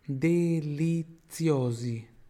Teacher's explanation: onde tem aquele Z ali, tem som de TS